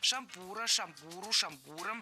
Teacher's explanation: Во всех формах нашего слова мы сохраняем ударение на втором слоге. Шампура, шампуру, шампуром, и во множественном числе тоже. · Term: неподвижным ударением на основе